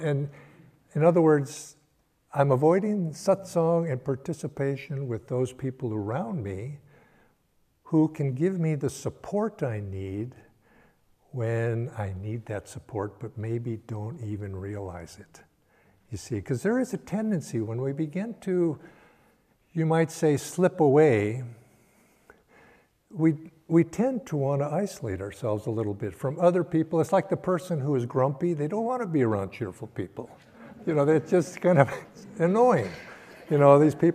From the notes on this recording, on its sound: Sunday Service talk. Recorded at Ananda Village.